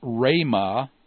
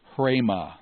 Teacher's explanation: So it's rhema, not hrema. You don't add an H sound to the beginning of a rho initial word. · Shown in: first take